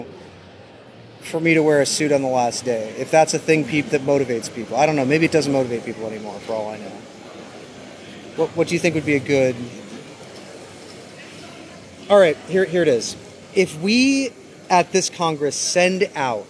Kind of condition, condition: setting, busy venue